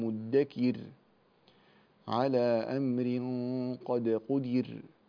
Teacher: رققنا الراء الساكنة بسبب الوقف، يعني هذا الوقف هو بسبب السكون، بسبب السكون هذا هو بسبب الوقف، فرققنا هذه الراء الساكنة لأنه وقع قبلها مكسور. · Term: ترقق